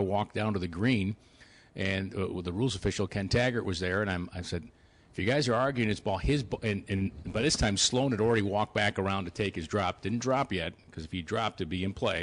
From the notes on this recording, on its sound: live from Lancaster Country Club.